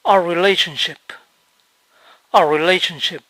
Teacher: A menudo van a escuchar que our se pronuncia R cuando se habla rápido.